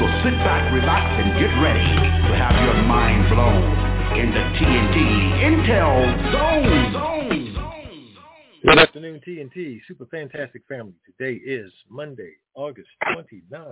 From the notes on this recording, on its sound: TNTSuperfantastic Conference Call